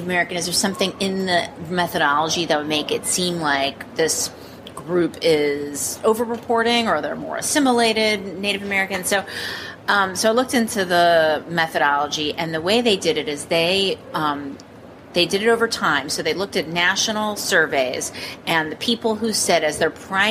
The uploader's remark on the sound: we report from a hotel hallway, so apologies for the sounds of conference-goers in the background.